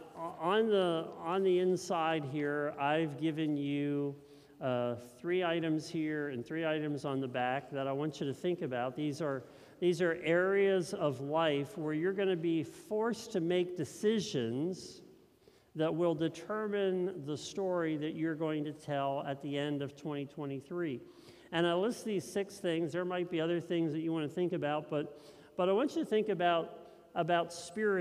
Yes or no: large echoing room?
yes